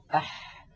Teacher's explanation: لاحظوا البحة الموجودة في الحاء الفصيحة